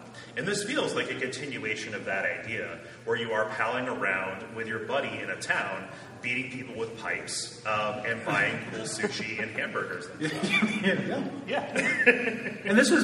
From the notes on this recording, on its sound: This is a live episode from the 2019 Portland Retro Gaming Expo.